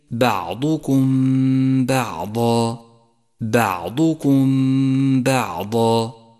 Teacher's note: انتبه إلى ترقيق حرف الباء في كلمتي بعضكم بعضا، بعضكم بعضا، فهو حرف مرقق دائماً، وخطأ أن تقول بعضكم بعضا، فتكون بهذه الحالة قد فخمته وحقه أن يرقق دائما.